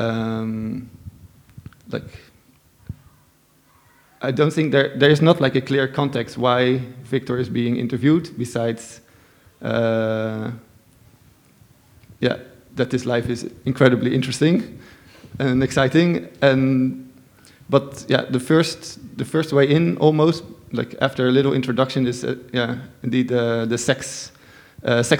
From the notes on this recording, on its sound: recorded live Upstairs at Bergen Kunsthall Sunday May 21st 2017